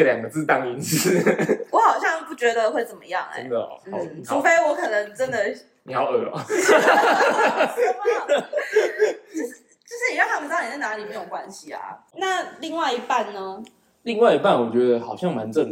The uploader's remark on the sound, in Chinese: 請多包容音質問題喔~ 錄製當下沒發現有回音、聲音過小的問題QQ。